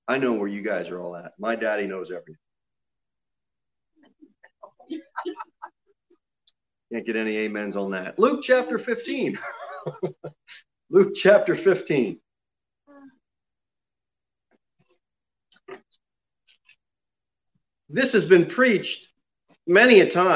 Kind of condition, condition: setting, large echoing room